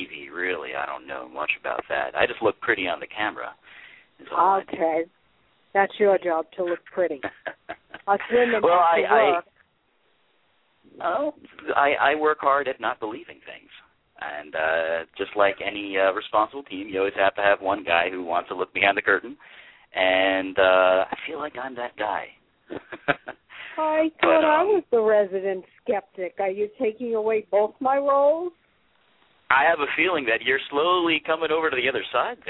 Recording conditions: phone line